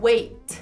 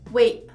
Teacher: No inglês norte-americano, a gente vai interromper e soltar um arzinho quase que mudo, é, interrompido. · Shown in: second take